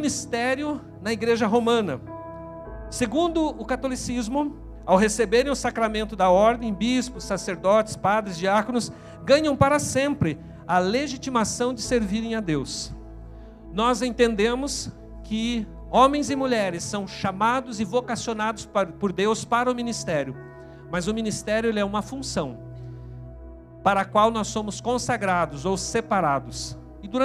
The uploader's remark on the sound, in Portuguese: na Igreja ABA Curitiba (Transmitido ao vivo)